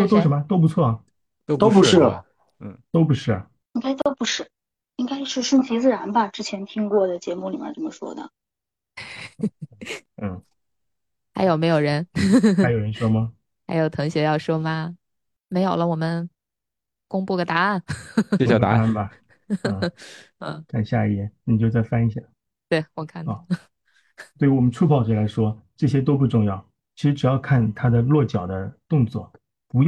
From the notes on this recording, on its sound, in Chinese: 第一次线上录制